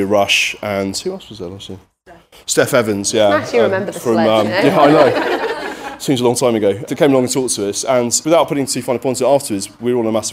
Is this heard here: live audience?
yes